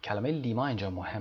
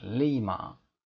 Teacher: کلمه لیما اینجا مهم هست، بولدش کرده و خود لیما هم میبینید که زیر LI خط کشیده، میخواد بگه در این word stress ما صدای لی هست که stress میگیره · Shown in: second take